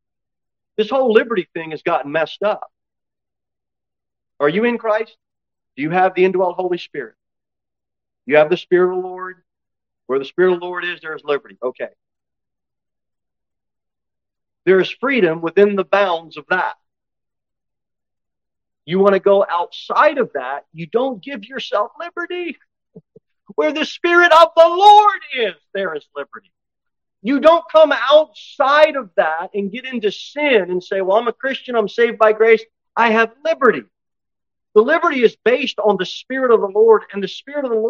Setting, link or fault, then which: setting, large echoing room